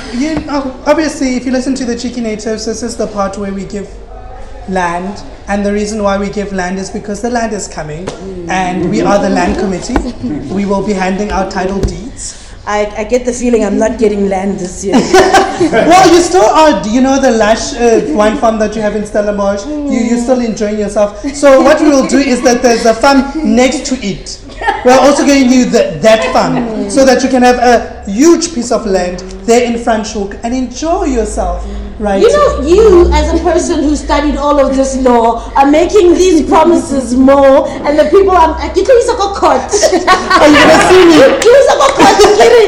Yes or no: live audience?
yes